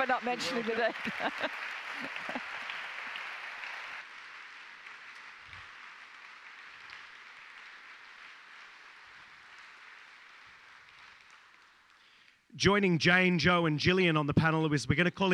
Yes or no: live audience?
yes